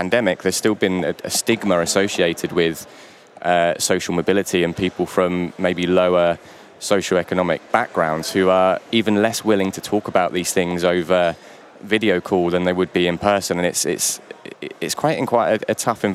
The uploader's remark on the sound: A special edition from Retail Week Live 2021 in London. A special edition from Retail Week Live 2021 in London.